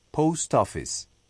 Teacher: La O de post tiene el sonido doble de O más U, representado por OU.